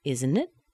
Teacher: The T disappears because of the vowel that follows it.